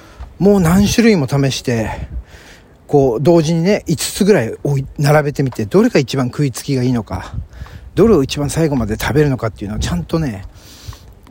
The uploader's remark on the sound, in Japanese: お散歩トーク。早朝にチョリに起こされ、ボケボケしながら散歩中に収録しております。